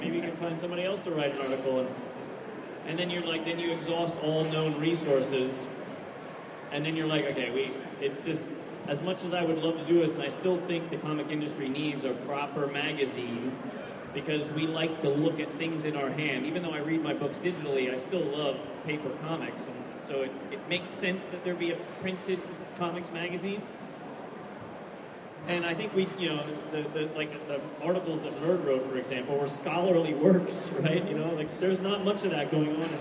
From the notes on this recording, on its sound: The CGS 10 Year Anniversary Panel at the London Super Comic Convention. Panel held at the recent London Super Comic Convention.